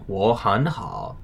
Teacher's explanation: As you'll recall from episode 2, this would make a triple third tone situation, so the exception would be in play. Since 我, 很, and 好 are all in the third tone, the first two of those would be pronounced as second tones in 我很好.